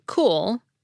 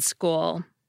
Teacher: We get the aspirated K sound in cool, but the unaspirated one in school.